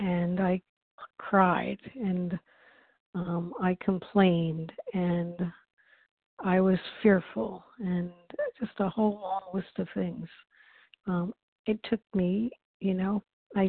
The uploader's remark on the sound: 100 Pounders Phone Meeting.